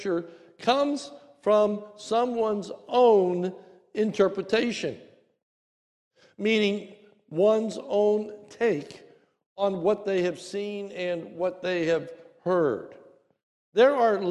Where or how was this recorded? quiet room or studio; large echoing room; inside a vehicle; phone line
large echoing room